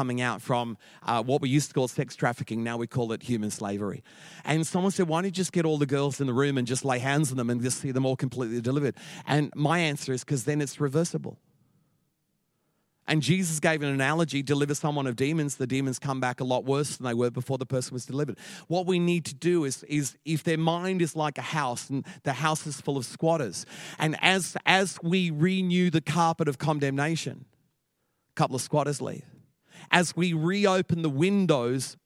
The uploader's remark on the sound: Echo Church Melbourne